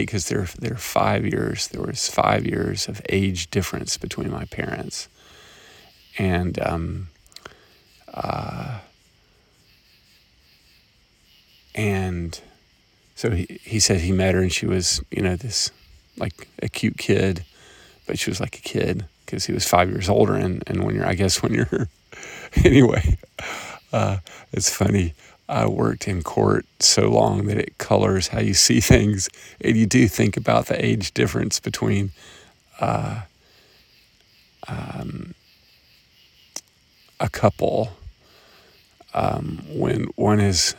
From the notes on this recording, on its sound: Observations and reflections at 3am, walking around Camp Swann in Grundy County, TN